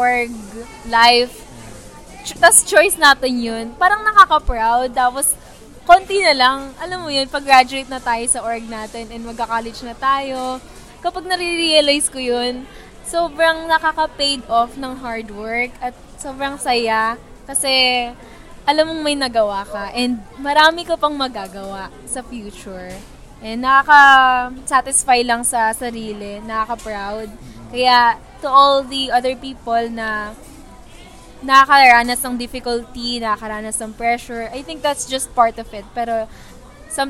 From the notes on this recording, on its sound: We recorded this episode while we are having lunch in Mcdonald's!